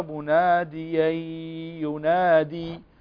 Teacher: هنا تنوين وبعده الياء، والياء من حروف الإدغام بغنة، فنقرأها مناديي ينادي فقط.